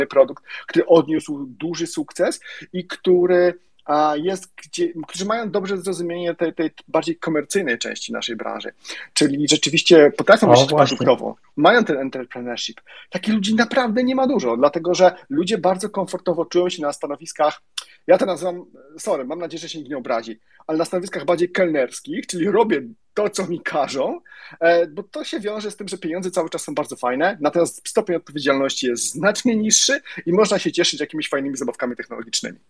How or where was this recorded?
video call